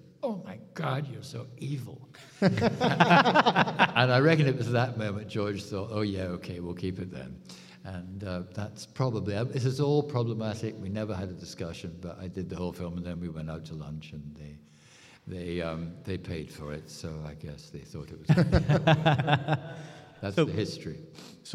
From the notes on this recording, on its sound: I was given the opportunity to hop on stage. One of the great moments Rule the Galaxy had at ICCC.